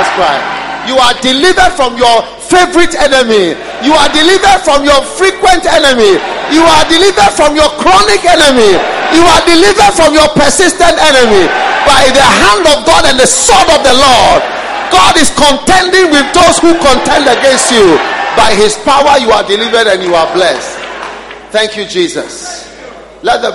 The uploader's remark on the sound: Preached at the dedication of The Qadish, Spintex Highway-Accra.